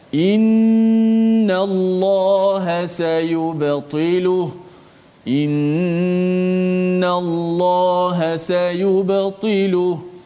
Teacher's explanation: maka kita kena bacanya dengan dengung dengan kadar dua harakat · Term: nun musyaddadah